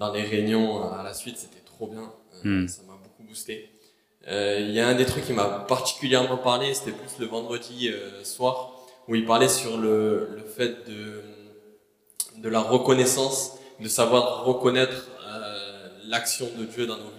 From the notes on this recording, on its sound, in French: Enregistré à l'église CVV, le 10/04/2022